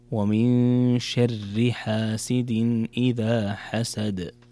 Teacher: إذا وصلتها تكون الراء مرققة